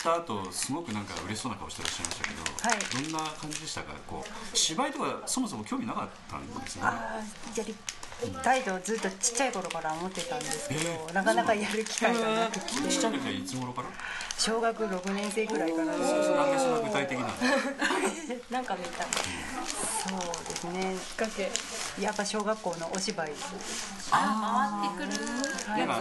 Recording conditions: sounds in the background